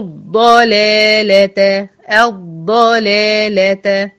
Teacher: والضلالة بدخل بالواو المضمومة على الضاد المفخمة المشددة بالفتح، لالة مرققة، اللامين بتوع الضلالة مرققين ما يتأثروش بالضاد